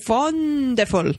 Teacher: the emphasis is really on the first syllable and then everything else kind of runs together